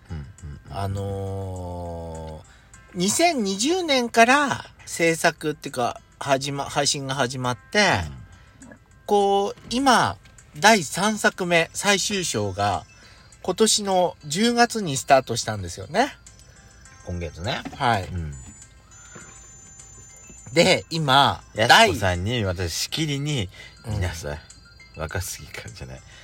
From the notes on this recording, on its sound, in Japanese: 2人組。パーキング収録。